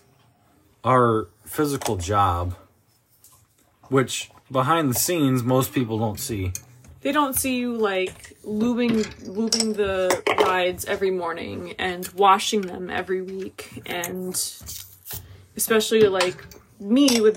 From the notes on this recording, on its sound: We apologize for the background noise. We were loading for the Badger Grinder.